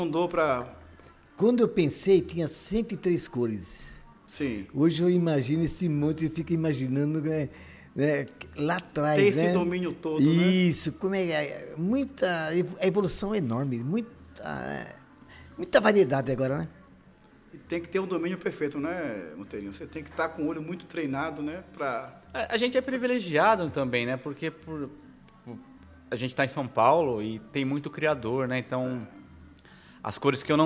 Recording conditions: busy venue